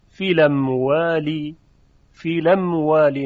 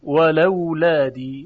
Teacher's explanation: یادتون هست که اگر الف و لام بر سر همزه قطع در می اومد در روایت ورش مصری، همزه حذف می شود، حرکتش رو میدن به لام ساکن و لام ساکن با حرکت همزه خونده میشه. در اینجا فی ا می شود فیلا، فیلم والی، فیلم والی، نقل و حذف و به طور اختصار نقل حرکت هم بهش گفته میشه.